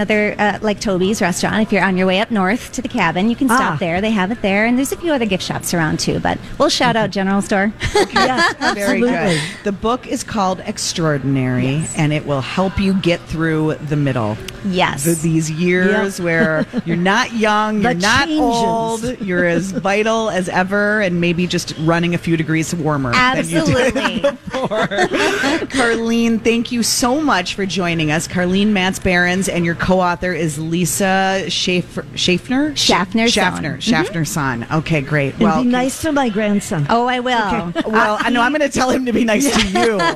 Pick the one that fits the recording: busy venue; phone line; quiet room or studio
busy venue